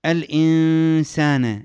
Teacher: الإنسان، نون بعدها سين إخفاء